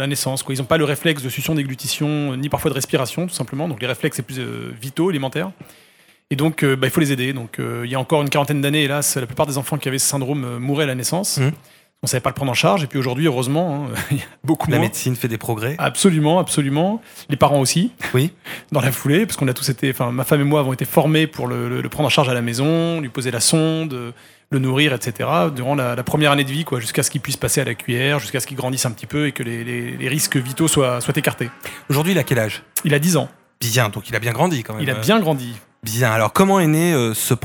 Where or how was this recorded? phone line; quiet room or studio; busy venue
busy venue